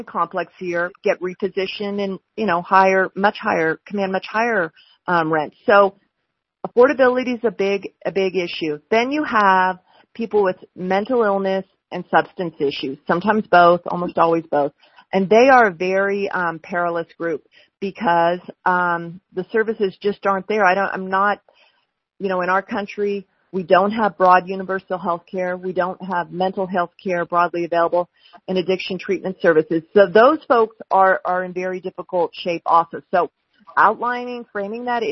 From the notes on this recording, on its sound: LIVE: Reno Telephone Townhall. A telephone townhall with nearly 3,000 attendees calling in to have their questions answered and their concerns heard.